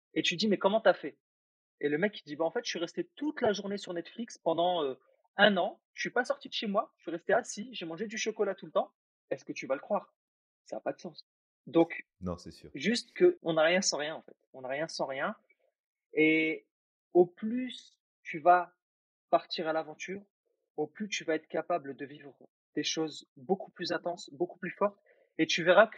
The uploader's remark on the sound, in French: On enregistre avec nos superbes nouveaux micros. La qualité audio n'est pas aux RDV certes.